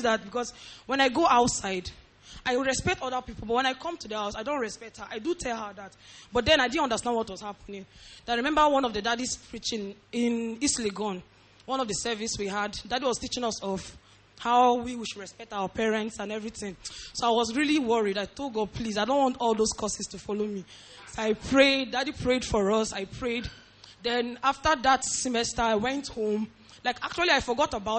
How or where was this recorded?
large echoing room